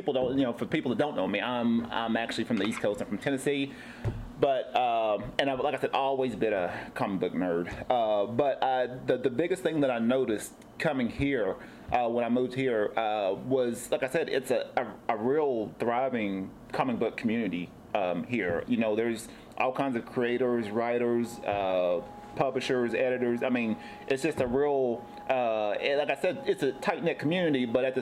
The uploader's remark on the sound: Recorded at Panels Coffee and Comics in Oceanside